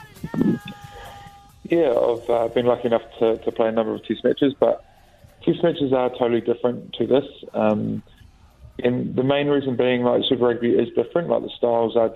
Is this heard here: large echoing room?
no